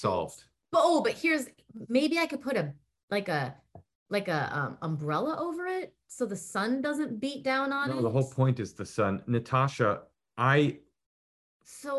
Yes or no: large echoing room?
no